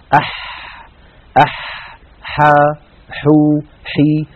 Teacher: حرف عربي يخرج من وسط الحلق كما نعلم، والحاء فيها جريان للنفس وجريان للصوت